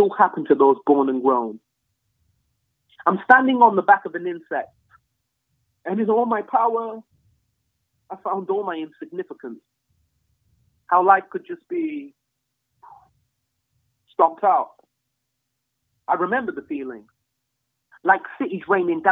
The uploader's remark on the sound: Please note this episode was recorded over the phone due to Covid-19 restrictions and this affects the sound quality.